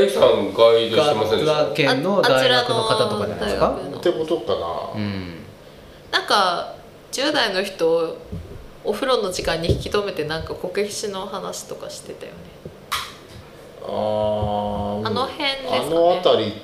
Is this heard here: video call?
no